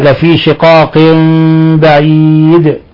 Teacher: هنا تنوين كسر جاء بعده حرف الباء، الحكم التجويدي إقلاب، هذا إقلاب. بعيد حينما نقف على الدال نقلقلها